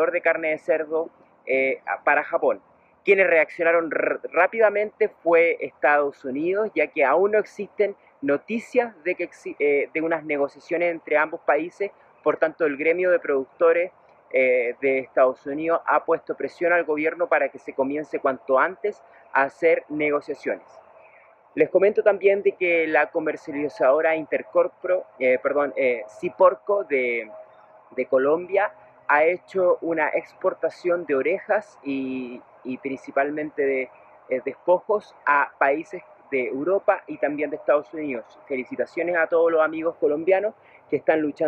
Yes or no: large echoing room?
no